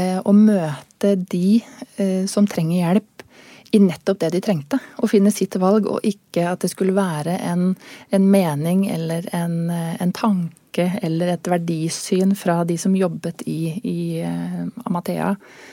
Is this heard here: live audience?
no